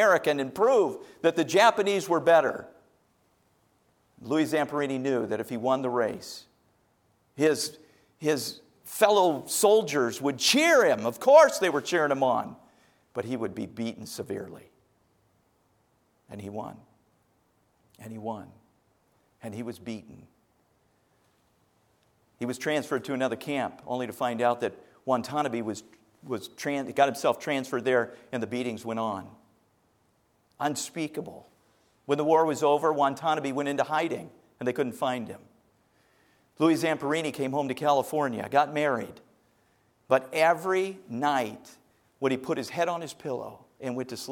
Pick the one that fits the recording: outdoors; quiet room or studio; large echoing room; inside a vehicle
large echoing room